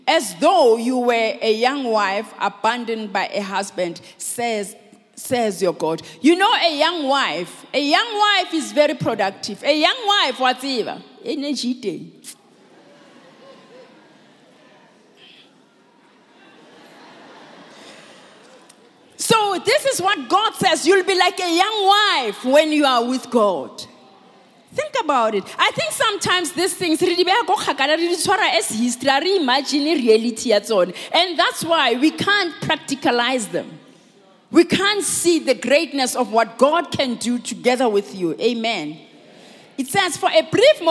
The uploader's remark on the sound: preached at Grace Bible Church Pimville on the 08th of March 2020